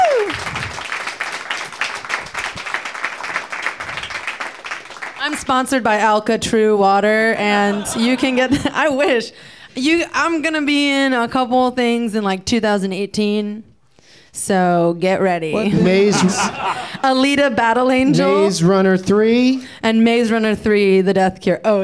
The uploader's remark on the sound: Live from NerdMelt in Hollywood